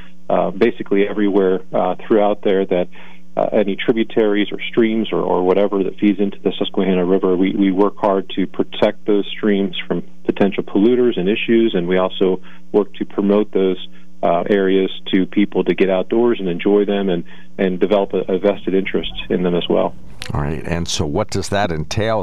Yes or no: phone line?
yes